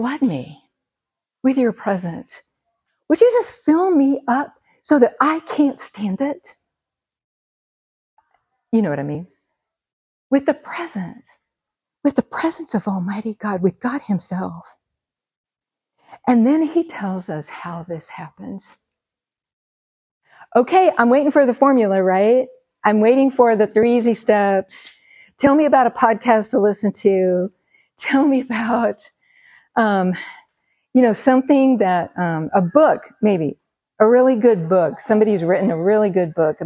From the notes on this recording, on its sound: Recorded at Seabreeze Church